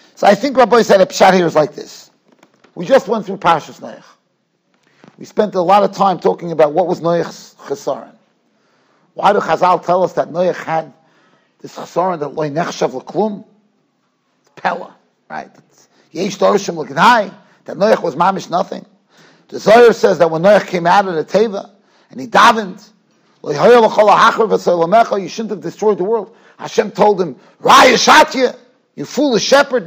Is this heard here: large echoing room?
yes